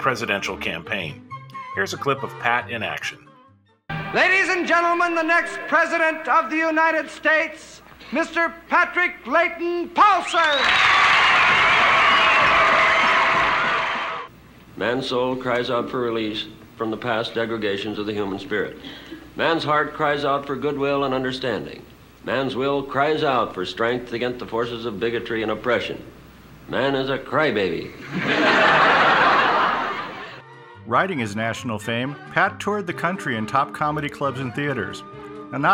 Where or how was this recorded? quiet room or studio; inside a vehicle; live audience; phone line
live audience